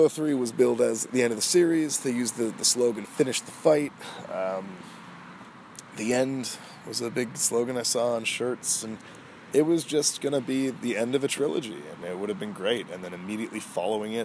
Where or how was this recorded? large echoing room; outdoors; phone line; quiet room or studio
outdoors